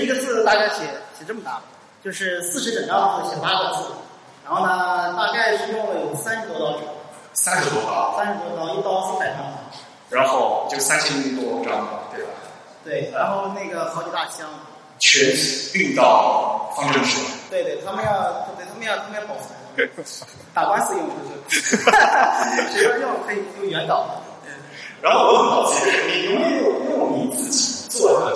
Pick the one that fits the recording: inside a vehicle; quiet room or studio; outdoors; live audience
live audience